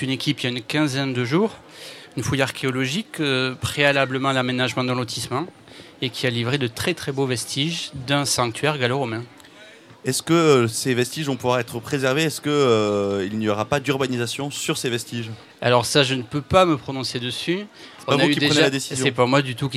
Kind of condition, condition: setting, busy venue